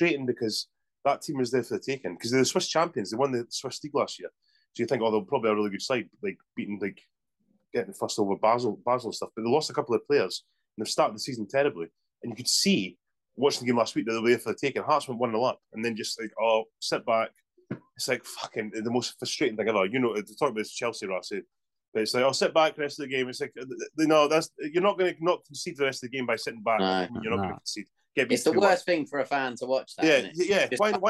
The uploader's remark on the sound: back on zoom